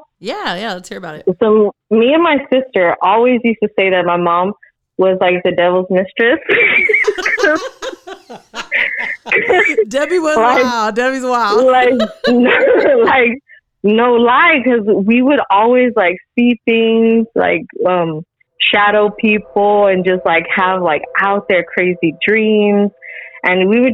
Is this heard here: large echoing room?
no